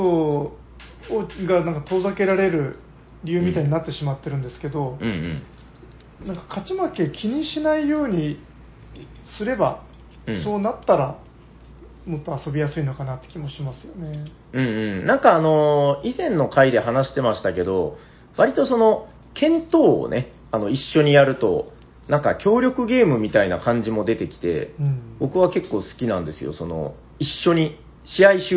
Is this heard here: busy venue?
no